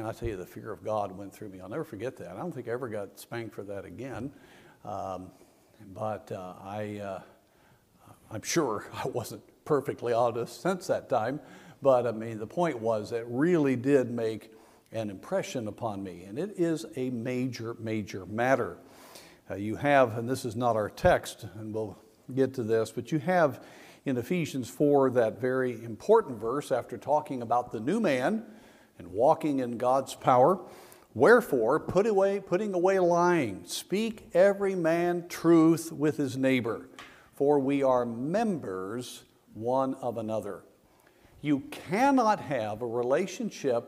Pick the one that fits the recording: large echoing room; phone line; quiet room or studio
large echoing room